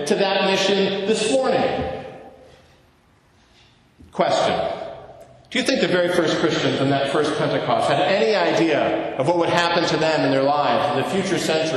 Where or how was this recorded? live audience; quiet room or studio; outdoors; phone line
live audience